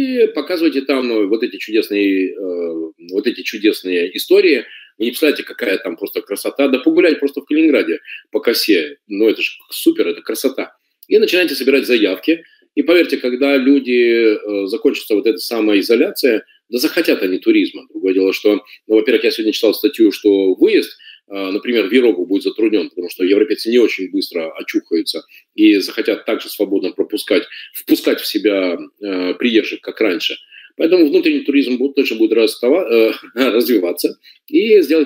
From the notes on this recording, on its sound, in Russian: Запись вебинара.